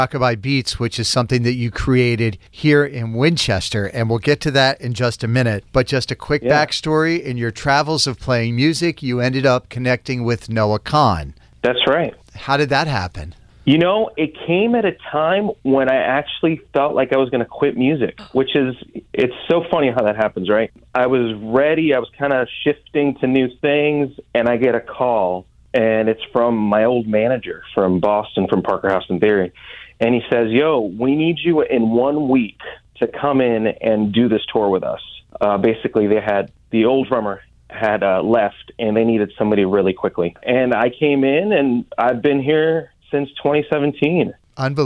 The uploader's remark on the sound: He just performed on Saturday Night Live this past weekend and called in to share his bucket list moment with us!